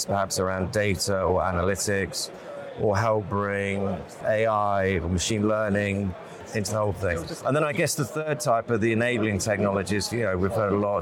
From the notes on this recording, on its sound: live from the FIX Trading Community EMEA Trading Conference